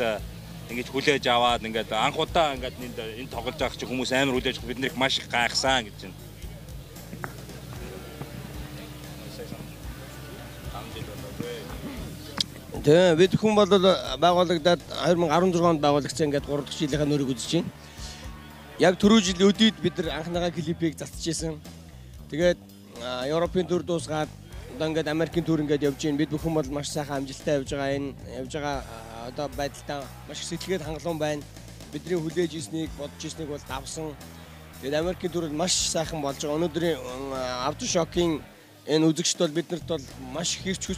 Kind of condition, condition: setting, busy venue